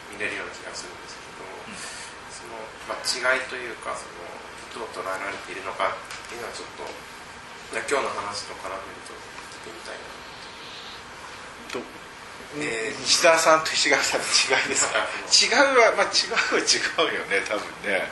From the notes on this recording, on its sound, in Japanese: 京都で行われている現代文化レクチャーQuery Cruise（主催RAD）でのラジオ収録。京都のRAD roomにて。